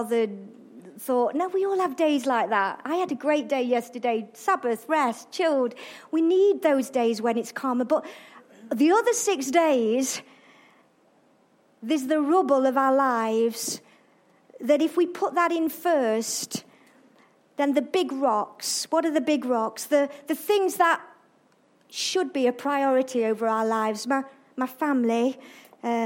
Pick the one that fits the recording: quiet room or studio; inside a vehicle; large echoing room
large echoing room